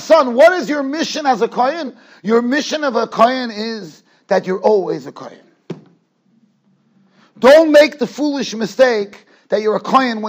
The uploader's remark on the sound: Shiur recorded in Yeshivas Ohr Reuven, Monsey, NY.